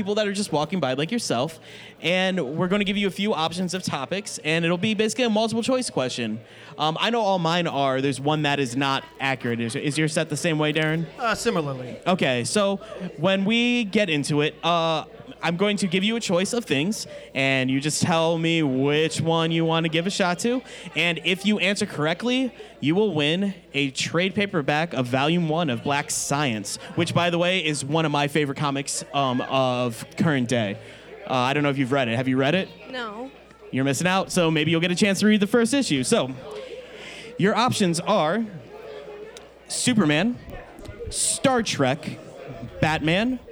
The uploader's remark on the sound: Live from Carol &amp; John's Comic Shop in Cleveland for FCBD 2018! Live from Carol & John's Comic Shop in Cleveland for FCBD 2018!